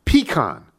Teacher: Stress on the first syllable and a bit nasally on the second.